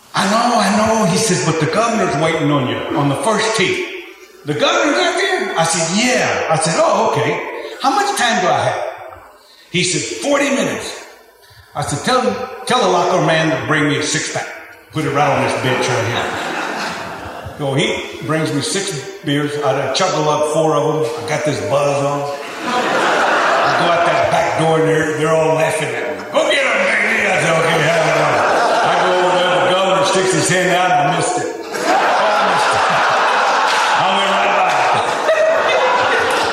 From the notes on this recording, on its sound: Headlined the first-ever Lone Star Luncheon hosted at the Texas Sports Hall of Fame. Listen to footage of the event. In front of a live audience.